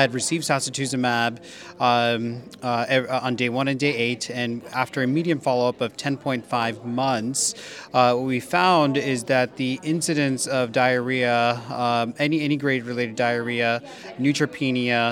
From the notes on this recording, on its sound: live podcast from the 2023 American Society of Clinical Oncology (ASCO) Annual Meeting